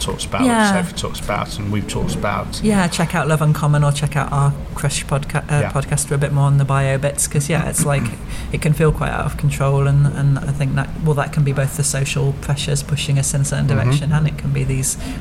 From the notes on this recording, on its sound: We recorded this a few weeks ago - in a pub